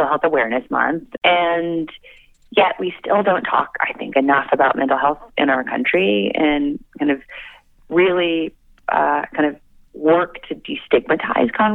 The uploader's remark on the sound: called in for a chat